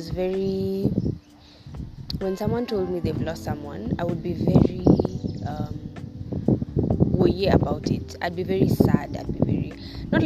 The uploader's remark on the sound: I am sorry for the wind distraction.